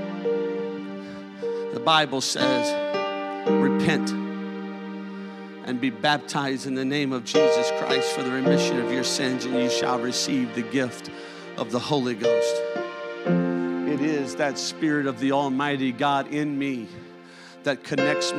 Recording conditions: large echoing room